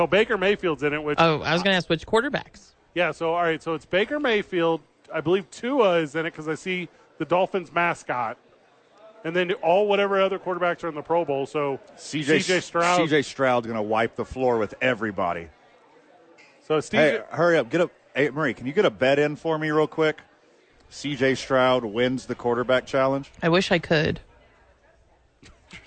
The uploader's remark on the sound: live at Sadies pregaming Super Bowl.